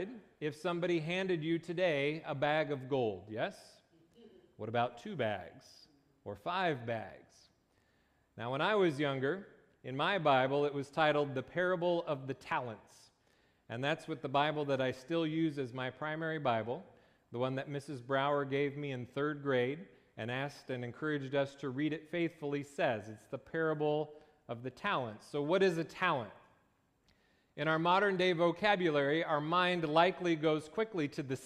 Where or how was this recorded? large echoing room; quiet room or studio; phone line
large echoing room